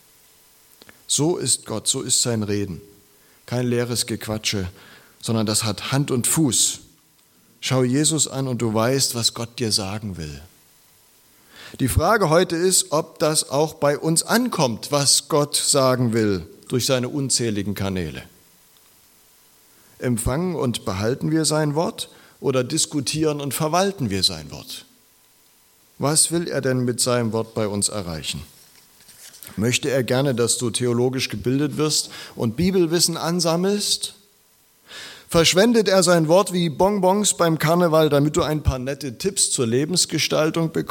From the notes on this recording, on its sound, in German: Predigt aus der LKG Rostock